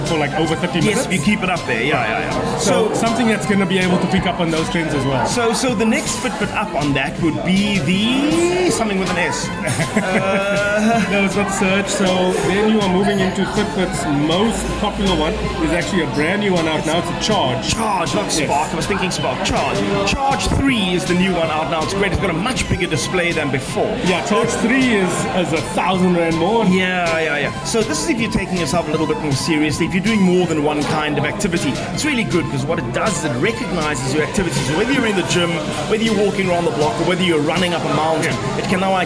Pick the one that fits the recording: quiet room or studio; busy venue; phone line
busy venue